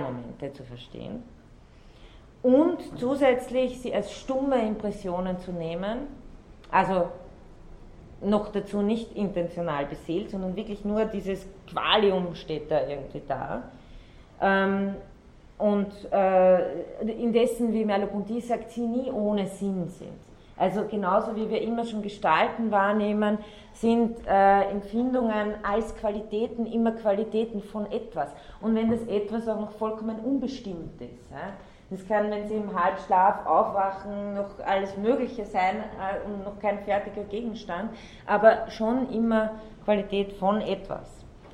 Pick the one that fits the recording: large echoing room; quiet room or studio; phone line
large echoing room